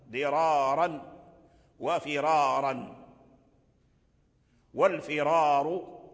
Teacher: كل هذه الراءات ورش يقرأها بالتفخيم